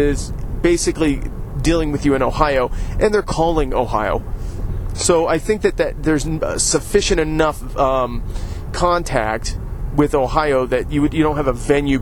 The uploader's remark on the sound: I recorded this show yesterday while driving to Cleveland to have a behind the scenes tour of the Great Lakes Brewery!